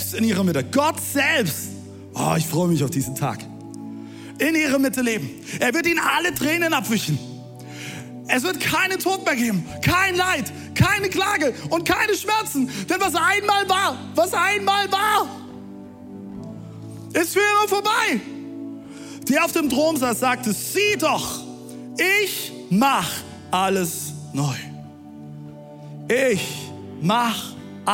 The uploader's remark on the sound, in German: Audiomitschnitt der Predigt